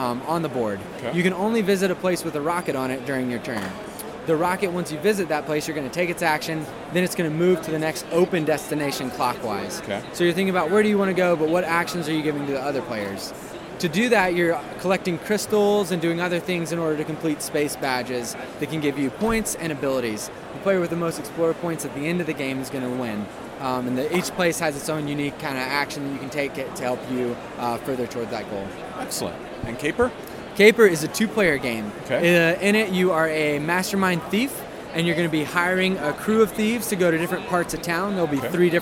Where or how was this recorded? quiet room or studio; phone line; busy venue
busy venue